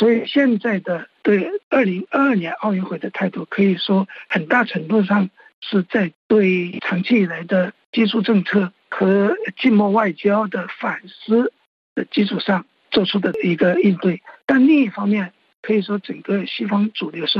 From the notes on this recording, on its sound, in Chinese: 现旅居德国的时评家。接受本台电话采访。